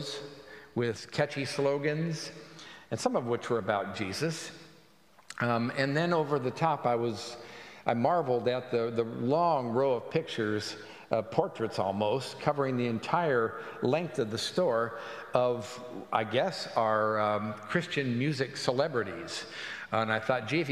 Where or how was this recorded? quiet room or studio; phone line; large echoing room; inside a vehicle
large echoing room